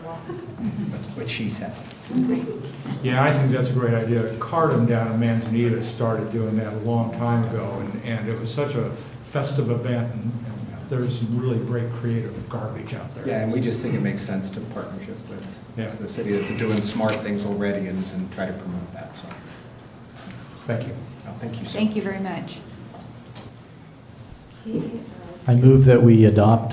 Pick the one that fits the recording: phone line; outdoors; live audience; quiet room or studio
live audience